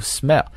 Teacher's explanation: 它的元音呢是一个单元音的 a，所以读的时候一定要不要读成 smile